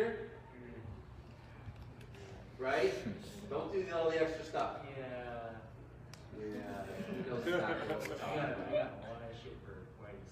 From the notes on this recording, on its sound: Target Panic Seminar - Lancaster Archery Classic. Using crowd input, discussion. Disclaimer: Audio is cell phone live feed recording. We apologize for the small inconvenience if it's not The PUSH quality.